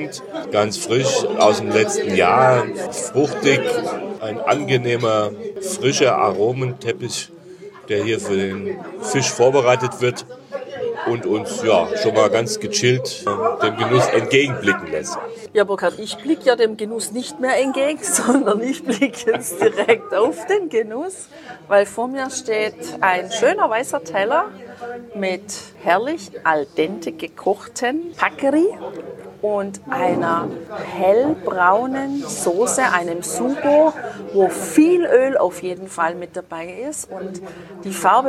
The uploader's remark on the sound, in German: Mit einem leichten weißen Bombino im Glas und einem herrlichen Blick über das tiefblaue adriatische Meer berichten wir dir live aus einem Ristorante oberhalb von Tricase Porto.